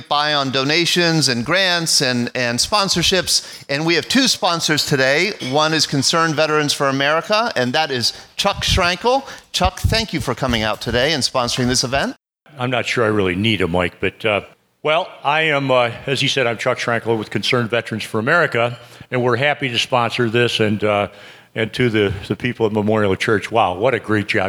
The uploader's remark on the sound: Listen to the stories and voices of local veterans recorded live August 17, 2016 at Memorial Park Presbyterian Church in Allison Park, Pennsylvania.